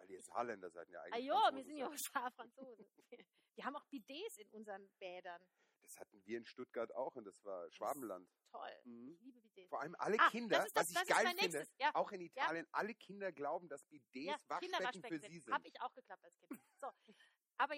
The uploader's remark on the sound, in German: Die mit den Bidets & der schlechten Tonqualität! Es ist quasi das Prequel aller Prequels...nur halt in ganz geschissener Tonqualität.